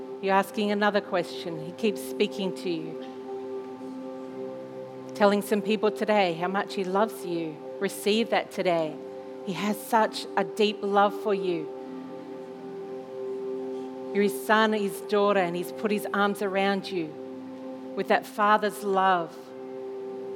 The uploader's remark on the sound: This was recorded in our 9am service on the 17th of October, 2021